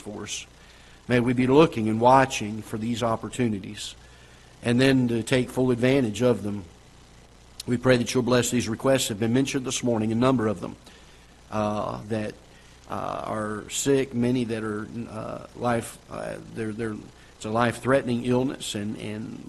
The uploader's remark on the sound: Ketha Heights Baptist Church ~ Live Broadcast